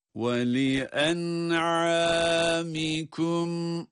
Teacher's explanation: وَلِأَنْعَامِكُمْ وَلِأَنْعَامِكُمْ أَنْعَامِكُمْ Burada da küm derken de وَلِأَنْعَامِكُمْ küm Bakınız sonda cezimli bir mim ve bu mimi okurken de gunne sesini elbette ki duyurmamız, çıkarmamız lazım.